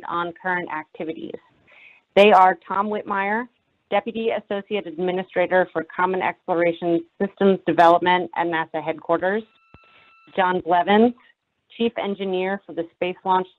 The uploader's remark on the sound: On Friday, officials talked with reporters about the testing data. That teleconference audio is in this podcast.